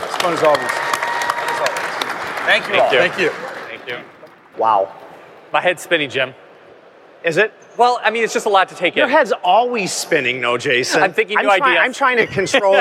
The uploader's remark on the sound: MakingChips is back with another live podcast from IMTS 2018.